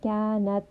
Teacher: So a little bit air is flowing on the ta because it has a sukun.